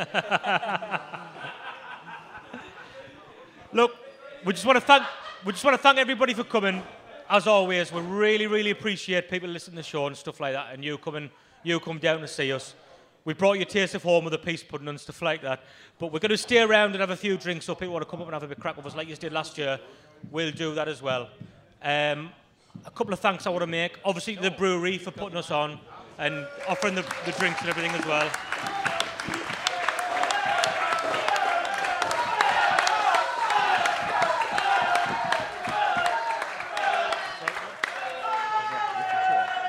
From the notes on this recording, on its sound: Live at Southwark Brewery! We'd like to thank all of the people that came out to see us.